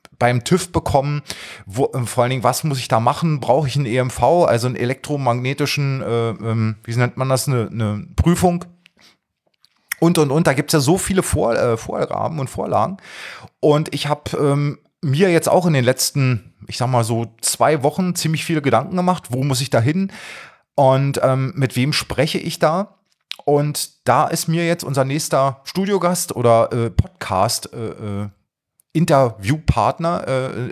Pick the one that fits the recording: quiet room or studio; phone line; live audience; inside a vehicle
quiet room or studio